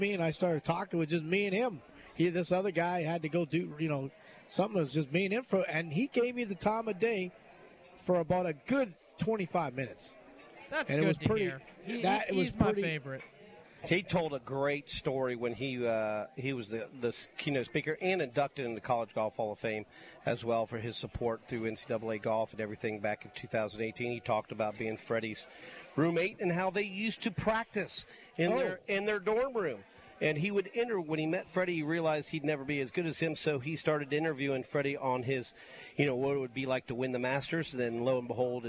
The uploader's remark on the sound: LIVE from Felix's Fish Camp!